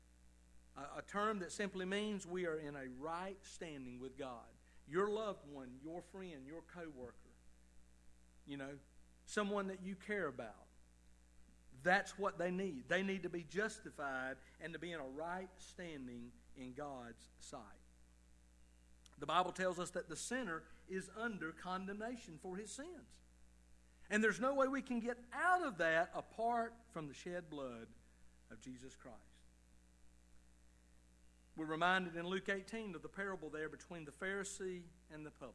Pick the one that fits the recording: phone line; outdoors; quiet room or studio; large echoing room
large echoing room